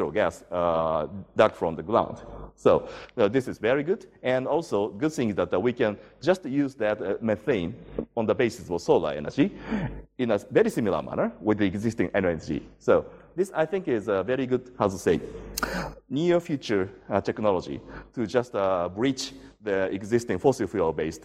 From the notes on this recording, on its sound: IFE Distinguished Visitor Lecture, recorded 17 August 2017 at QUT